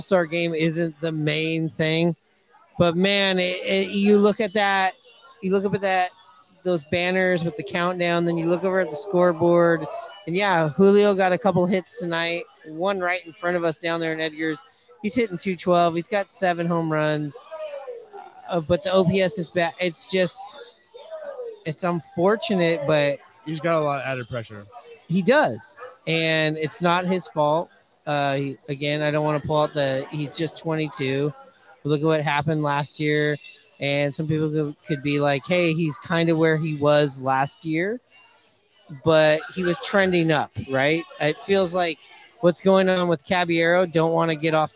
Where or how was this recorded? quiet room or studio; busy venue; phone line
busy venue